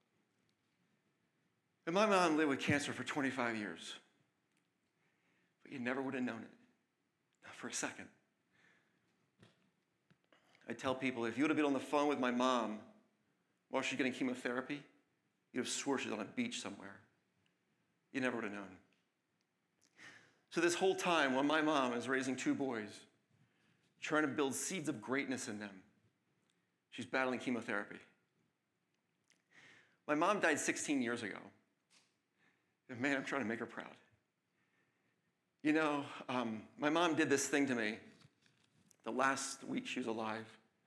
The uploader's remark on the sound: LIVE at the County College of Morris.